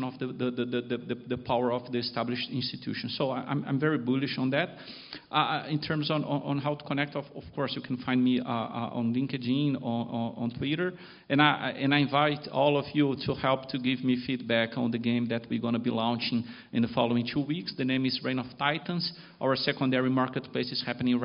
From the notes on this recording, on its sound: This week’s podcast is a recording of a panel. At Digital Finance Brasil last month at the University of São Paulo.